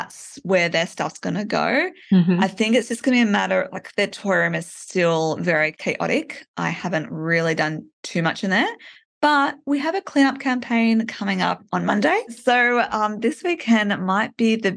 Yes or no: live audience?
no